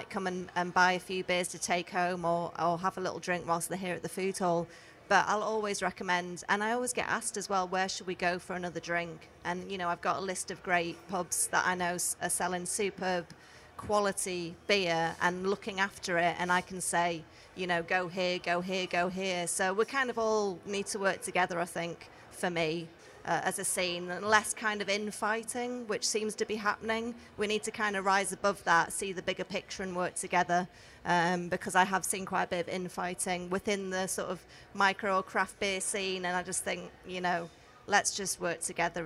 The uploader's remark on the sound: We hosted an intimate conversation and audience Q&amp;A. Listen in to our first collaborative podcast in which we hosted an intimate conversation and audience Q&A with one of the world's leading beer writers. Hear a little Kurious Arts studio chat inbetween. Followed by this event and podcast recording. Interview Recorded by Cornucopia Radio.